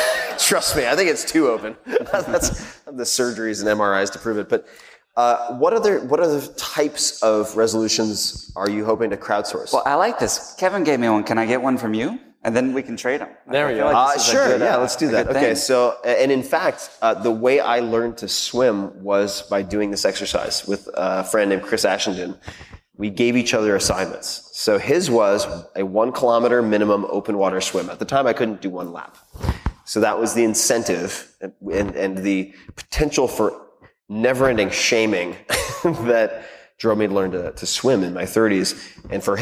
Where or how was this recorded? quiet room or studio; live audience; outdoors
live audience